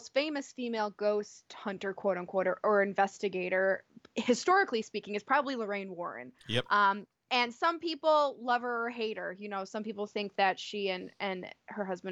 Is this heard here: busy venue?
no